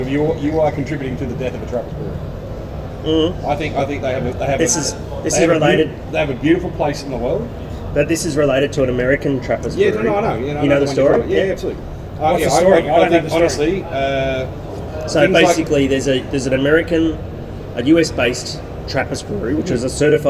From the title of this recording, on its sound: Live from GABS with Big Shed Brewing